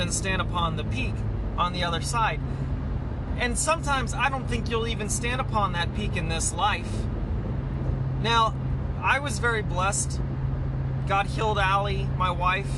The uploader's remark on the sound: Sorry this was recorded in the car.